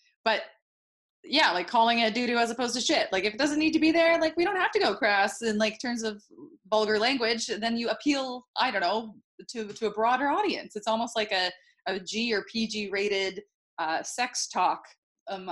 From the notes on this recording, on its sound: This is the first of our virtual episodes recorded over zoom so please forgive the audio quality.